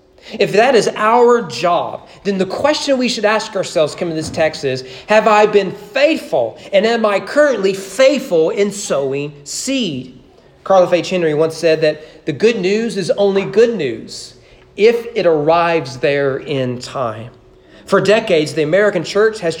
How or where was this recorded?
large echoing room